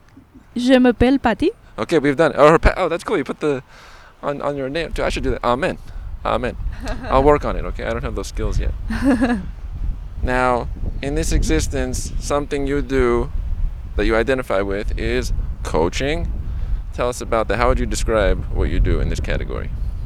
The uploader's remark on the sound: This episode was recorded at Pan Pacific Park in West Hollywood.